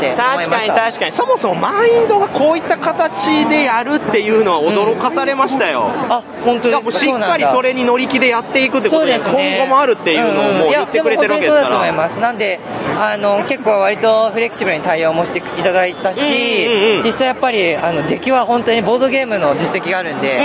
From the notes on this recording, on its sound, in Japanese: ゲームマーケット2022秋！会場インタビュースペシャル。録ってきました会場インタビュー50音源！！会場収録のため、騒音雑音が激しく入っております。